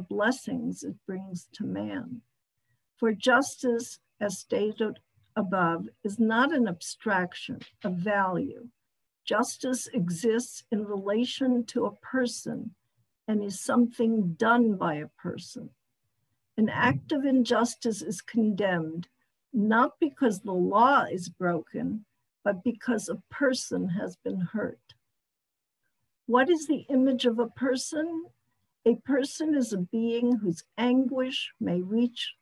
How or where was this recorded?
video call